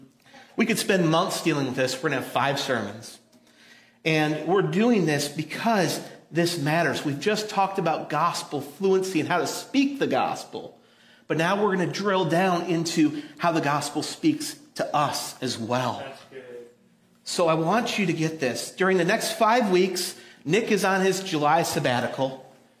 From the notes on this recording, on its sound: audio from New City Church in Champaign-Urbana, IL